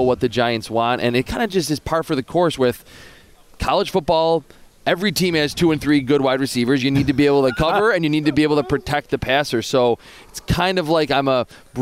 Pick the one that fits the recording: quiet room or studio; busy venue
busy venue